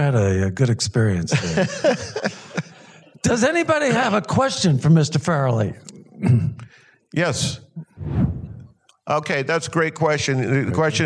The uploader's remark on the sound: In a Q&A at the DGA theater in Los Angeles.